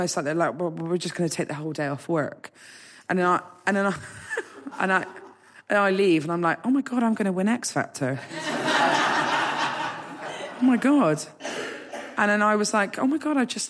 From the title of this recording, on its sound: Live at Southend Comedy Festival